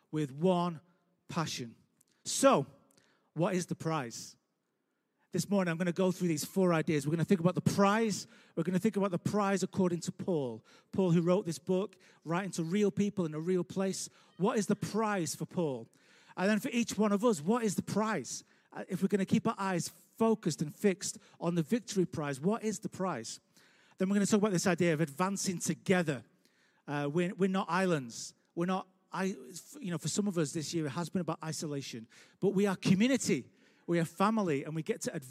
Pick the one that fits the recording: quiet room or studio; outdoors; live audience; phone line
live audience